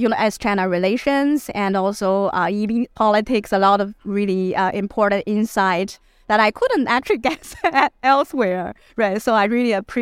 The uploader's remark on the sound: Sinica at the Association for Asian Studies Conference, Boston 2023: Capsule interviews